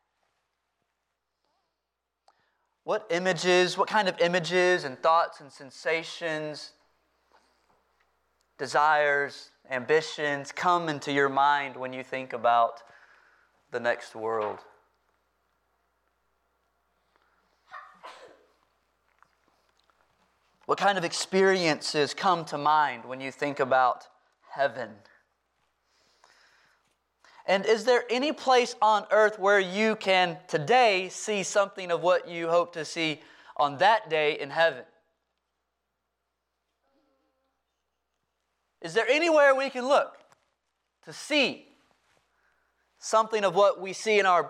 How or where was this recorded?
large echoing room